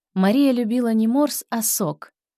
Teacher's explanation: Частица «не» произносится без акцента, почти проглатывается. Ударение переходит на альтернативу. · Term: Правило противопоставлений